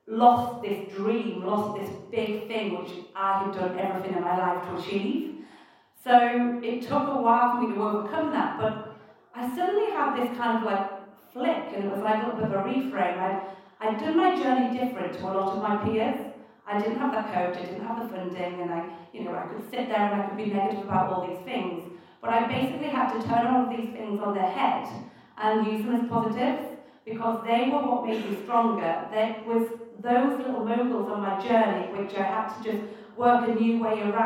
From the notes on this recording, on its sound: At the ' Ski Launch' event in London. Please note that the sound quality on this broadcast is not ideal.